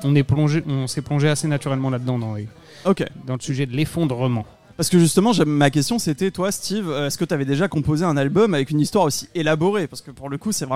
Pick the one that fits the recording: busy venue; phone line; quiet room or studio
busy venue